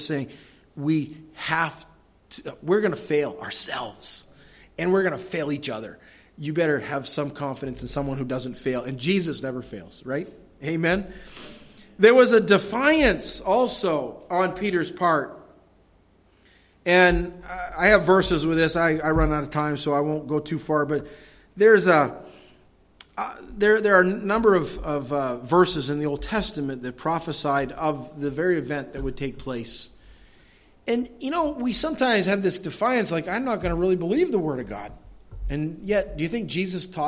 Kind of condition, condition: setting, large echoing room